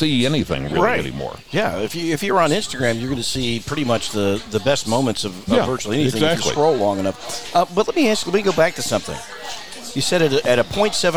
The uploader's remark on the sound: Recorded at Little Bar in the center of the Coachella Valley universe!